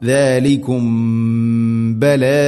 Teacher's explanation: സാക്കിന മീമിന് ശേഷം ബ വന്നാൽ ഇഖ്ഫാ ശഫവി, അവിടെ മണിച്ചുകൊണ്ട് ഉച്ചരിക്കണം